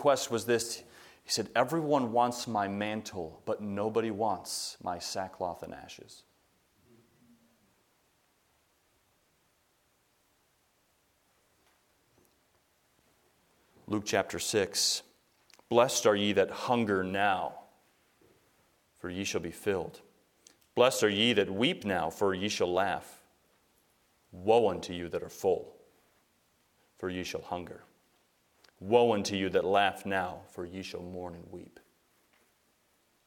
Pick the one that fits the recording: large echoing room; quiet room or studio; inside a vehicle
large echoing room